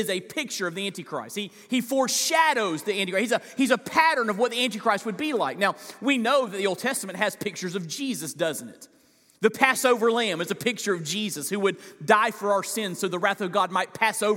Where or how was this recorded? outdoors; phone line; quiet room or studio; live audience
live audience